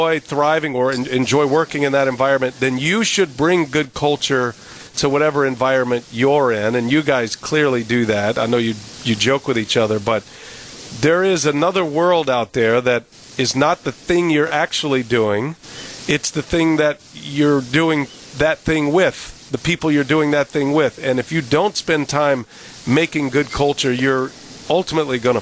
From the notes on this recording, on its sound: Live from American Family Field ahead of the Brewers-Dodgers series finale.